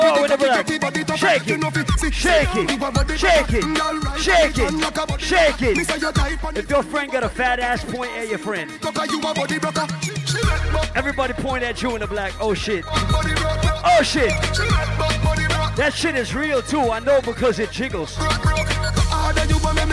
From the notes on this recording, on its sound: LIVE AT ISLAND SATURDAYS ON FEB 24. LIVE AUDIO.